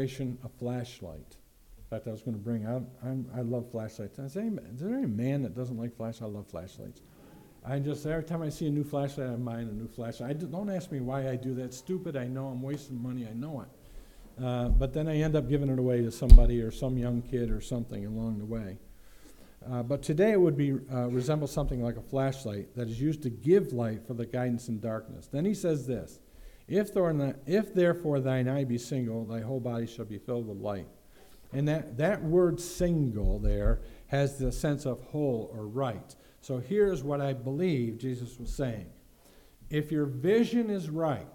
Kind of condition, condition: setting, large echoing room